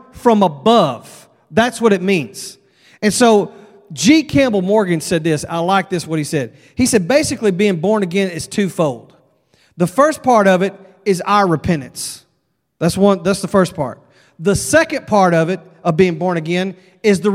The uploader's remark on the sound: at Broadway Baptist Church, Lexington, Kentucky